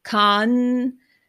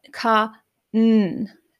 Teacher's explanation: So it's interesting to sing music in Japanese, because there are some things that you would not expect, or you might try to say kan, but ka n, as it has that split to sing that ka n, and you don't put the ah with the n, you put the ah separate · Shown in: second take